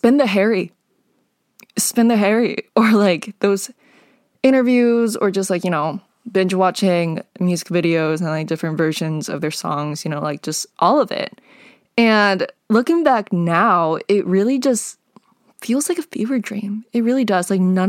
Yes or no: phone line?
no